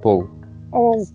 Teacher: Пол пошло, видимо, и оно через П абруптивную произносится.